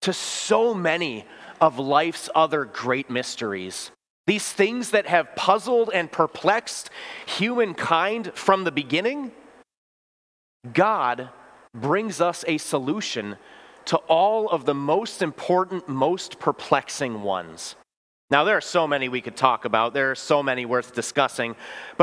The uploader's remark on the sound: Bethany, Appleton, WI. Preached this sermon at Bethany's Sunday worship on June 4, 2023.